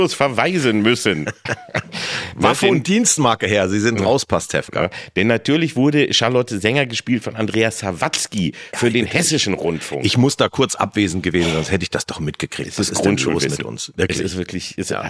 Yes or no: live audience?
no